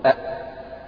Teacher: يبقى في قوة في الاعتماد على المخرج منعت الهواء أن يجري، أو منعت النفس أن يجري. · Term: حروف الجهر